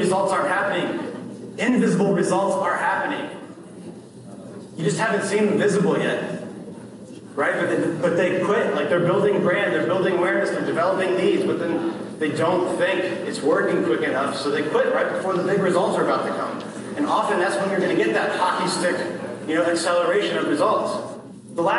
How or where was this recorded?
live audience